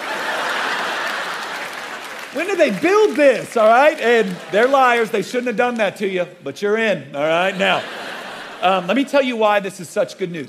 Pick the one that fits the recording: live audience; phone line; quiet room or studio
live audience